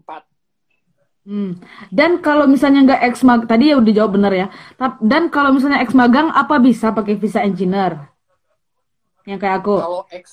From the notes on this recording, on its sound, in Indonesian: Edisi copy paste dari live instagram